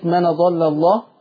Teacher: باب ترقيق اللام عشان ما ندخلش التغليظ، والتغليظ يختص بالطاء وبالظاء وبالصاد